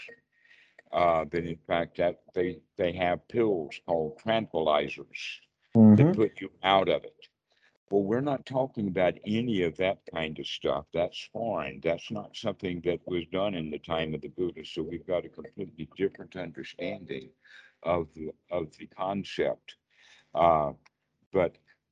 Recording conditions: video call